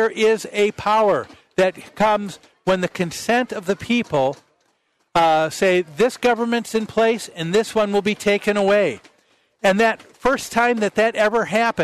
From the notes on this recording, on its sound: Live at the MN State Fair